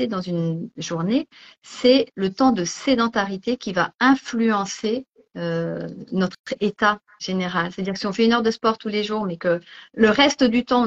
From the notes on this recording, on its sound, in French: il s'agit d'une rediffusion d'un live Instagram